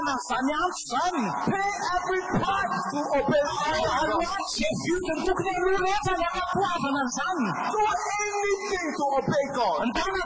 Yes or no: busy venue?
yes